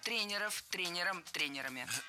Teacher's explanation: Тренеров – это неверно. Слово «тренер» имеет неподвижное ударение на основе, поэтому сохраняем это ударение на первом слоге во всех формах.